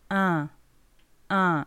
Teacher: Es como una E muy interior.